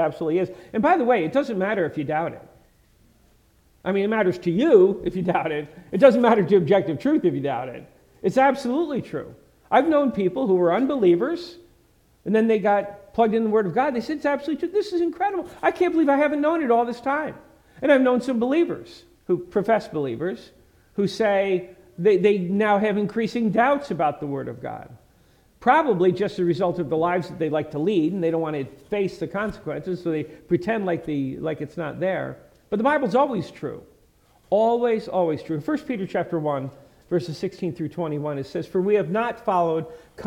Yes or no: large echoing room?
yes